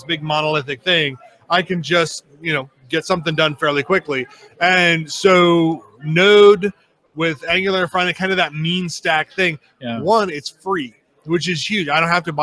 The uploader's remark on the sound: Interviews at HDC 2016